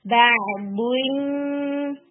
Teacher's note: میں نا nasal sound بھی آپ کی 50% جانی چاہیے یعنی جب ہم با کو یا سے ملائیں گے تو 50% نون ہوگا اور 50% یا ہوگا تو 50% آپ کی نیزل ساؤنڈ بھی اس کے اندر جانی